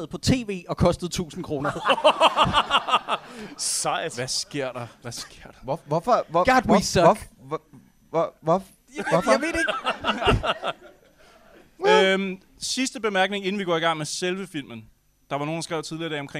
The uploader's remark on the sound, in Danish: Denne gang LIVE med en fantastisk film. Afsnittet er optaget i Huset - KBH, og stemningen var mildest talt fremragende.